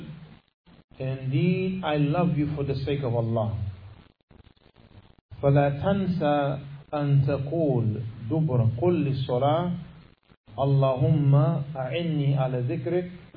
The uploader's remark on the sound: Lecture given at Masjid Nur Allah, Queens, NY